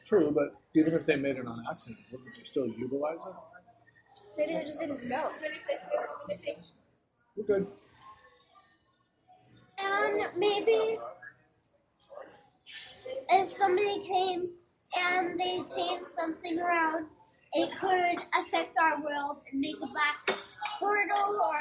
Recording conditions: poor sound quality